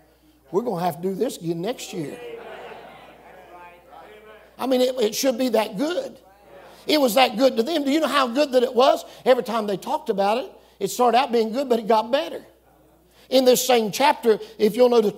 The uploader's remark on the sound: This message comes from the Camp Meeting in Seffner, FL